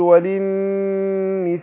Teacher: النون المشددة في كلمة النساء فتاخد غنة حركتين اقول وللنساء كده وللنساء نصيب مما ترك الوالدان والأقربون مما قل